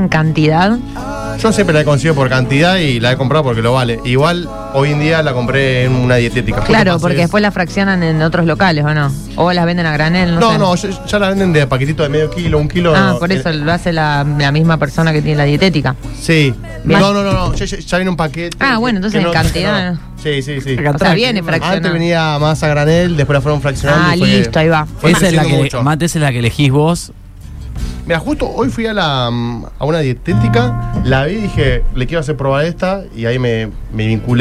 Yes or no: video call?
no